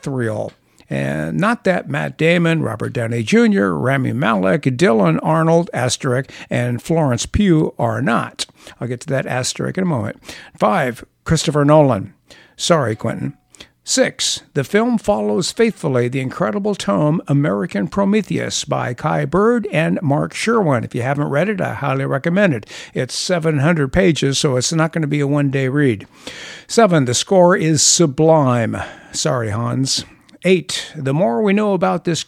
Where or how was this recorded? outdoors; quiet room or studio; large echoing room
quiet room or studio